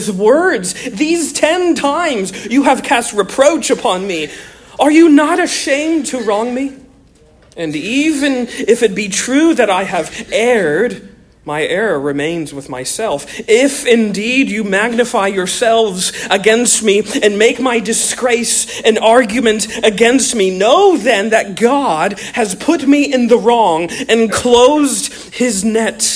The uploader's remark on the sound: Originally delivered on 27 October 2023 at the 2023 Here We Still Stand Conference in San Diego, California